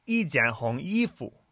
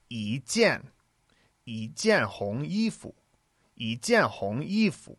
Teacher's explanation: It should be 一件, 一件红衣服, 一件红衣服, because when you have the character 一, when it comes before a fourth tone, it changes to a second tone. · Shown in: second take